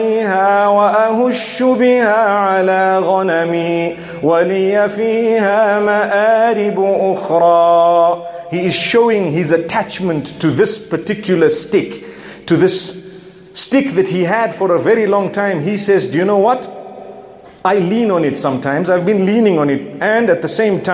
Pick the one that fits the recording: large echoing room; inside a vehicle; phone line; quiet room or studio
large echoing room